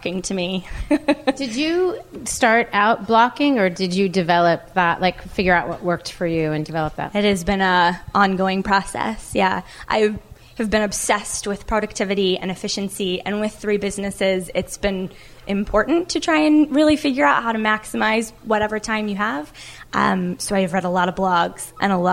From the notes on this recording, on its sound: From our first live LIBERTY Sessions in Los Angeles.